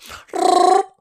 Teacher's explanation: I kind of do like a rolling R and make it a bit more throaty